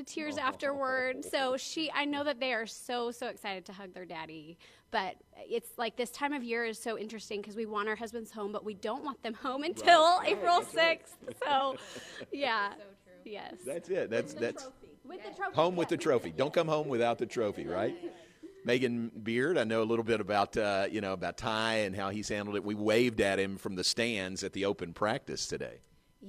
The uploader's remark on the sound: live from the #FinalFour in Indy.